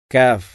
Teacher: കാഫ് എന്ന് പറയുമ്പോൾ നാവ് മുകളിലേക്ക് ഉയരുന്നില്ല · Term: ഇസ്തിഫാൽ